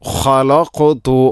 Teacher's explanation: ഖ തൊണ്ടയുടെ ഏറ്റവും മുകൾ ഭാഗം, ശേഷം ഖാഫ്. ഖാഫിന് സുക്കൂനാണ്, അതിനെ ഖൽഖല ചെയ്യണം.